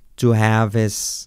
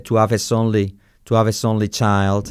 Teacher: salta la H, to have his only child